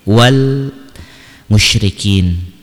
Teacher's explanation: Kemudian yang selanjutnya, wal musyrikin, wal di sini alif lamnya dibaca jelas dan tidak ada tasydid setelah alif lam, maka berarti hukumnya adalah alif lam qomariyah, wal musyrikin.